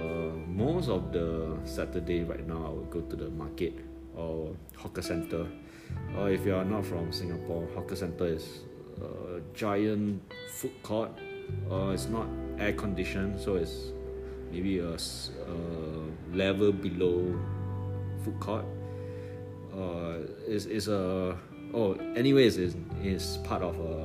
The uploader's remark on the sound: Recording with my iPad Pro.